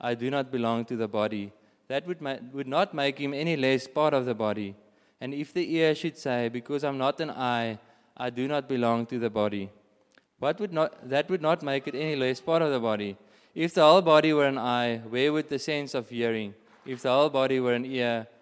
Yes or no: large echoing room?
yes